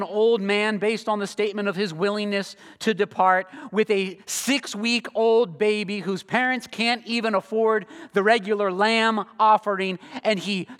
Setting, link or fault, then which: setting, large echoing room